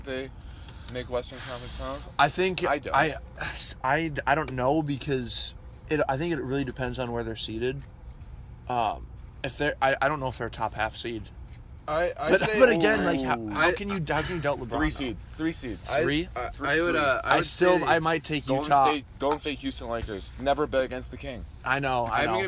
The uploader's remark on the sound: LIVE from Weaver Lake. Hits the record button on a boat in the middle of Weaver Lake.